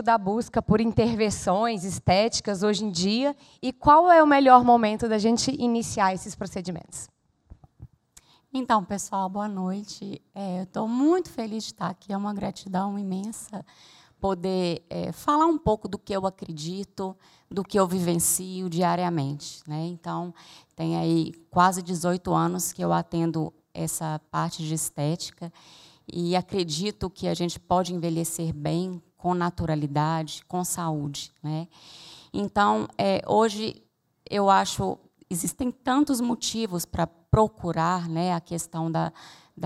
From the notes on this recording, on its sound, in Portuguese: Este episódio foi gravado ao vivo no Centro Cultural da Usiminas. Na cidade de Ipatinga.